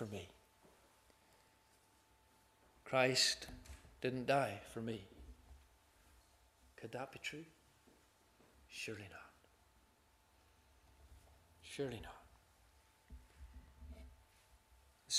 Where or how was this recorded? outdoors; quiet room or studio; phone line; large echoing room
large echoing room